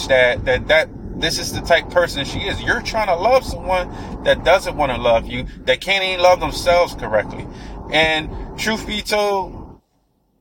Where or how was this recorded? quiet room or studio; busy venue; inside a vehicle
inside a vehicle